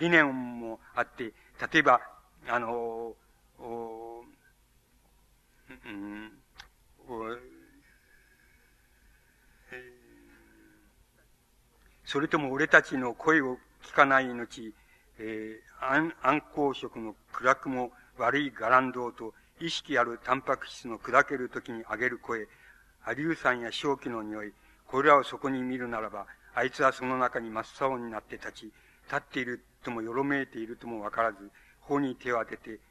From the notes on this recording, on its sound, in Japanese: 主催：日本近代文学館。場所：有楽町・よみうりホール。3年連続となった 「近代文学館・夏の文学教室」 での講演。音源は主催者提供。